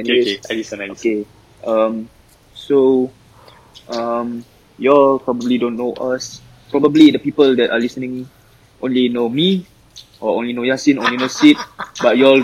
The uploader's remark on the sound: First podcast that we recorded at a void deck with our iPhones, hence the audio quality.